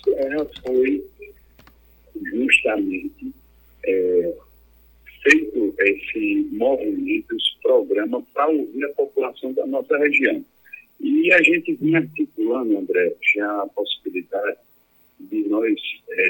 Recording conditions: phone line